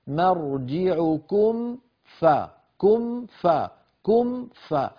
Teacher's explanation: نطبق الشفتين على الميم وبرشاقة نجعل أطراف الثنايا العليا على باطن الشفة السفلى فنقول مرجعكم فكم فكم ف، فنجد بأنه بسهولة ورشاقة ننتقل من